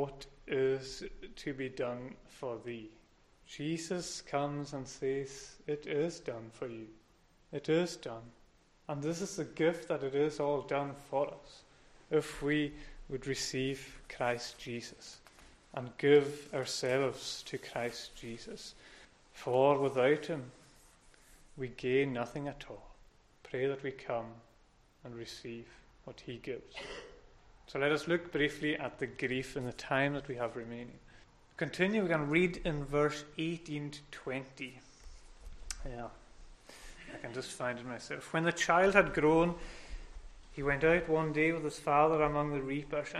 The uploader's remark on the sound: Recorded at North Harris Free Church on Sunday Morning 10th October 2021.